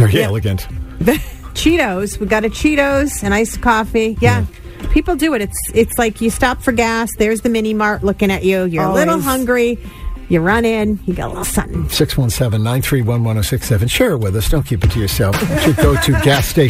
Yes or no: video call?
no